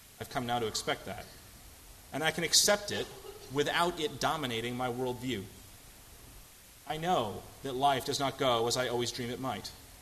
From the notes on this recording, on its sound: at First Congregational Church of Houston